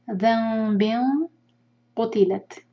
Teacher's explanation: یہاں اخفا کریں گے اور ہیوی اخفا کیونکہ قاف جو ہے ہیوی لیٹر ہے